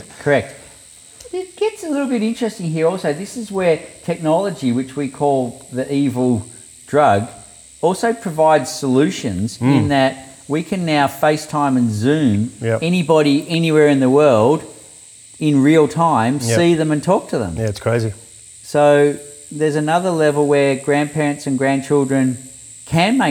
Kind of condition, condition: fault, sounds in the background